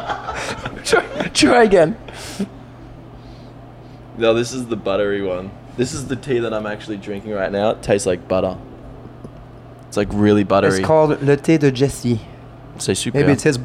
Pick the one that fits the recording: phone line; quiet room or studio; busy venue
busy venue